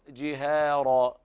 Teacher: ترقيق الهاء لمجاورتها الراء المفخمة بعدها، نفس الحكم.